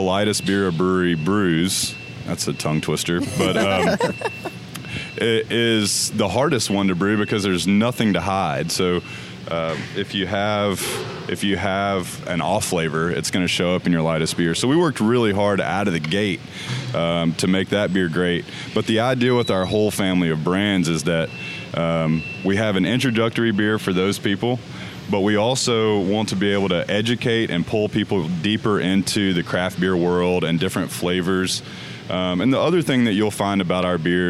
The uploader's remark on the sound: live from the Grayton Beer Company Tap Room